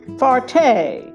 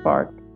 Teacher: He pronounces his name Farte, with a great French stress on the last syllable. · Shown in: first take